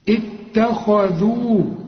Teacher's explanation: الف عشان تمد الكاف الف كامله، لكاذبون اتخذوا، شوف التاء هنا، اقول التاء مش الطاء، خد بالك رقق التاء هنا، الخاء هنا مفخمة